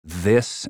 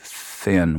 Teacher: It's the two different TH sounds, like in this and thin. One is voiced, one is unvoiced